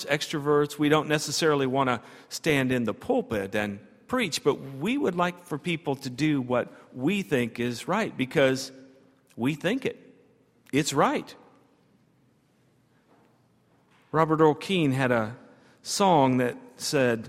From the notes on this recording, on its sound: at Highland Baptist Church